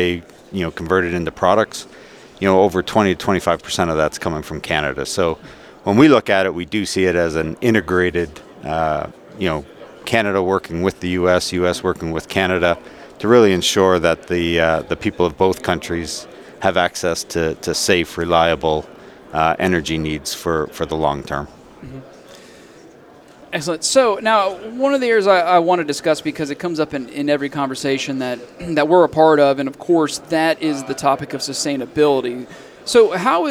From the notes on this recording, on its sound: Live at AFPM. At the AFPM Annual Meeting in San Antonio, Texas.